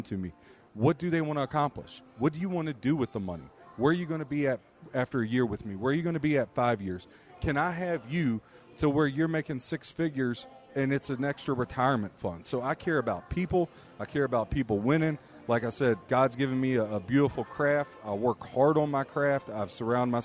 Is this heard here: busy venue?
yes